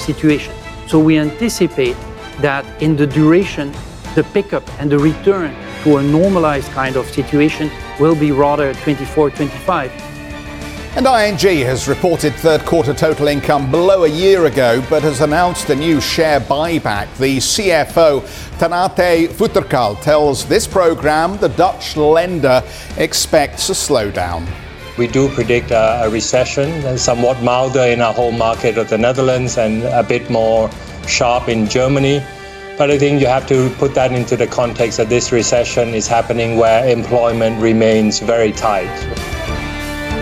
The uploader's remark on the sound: We are live at Web Summit in Lisbon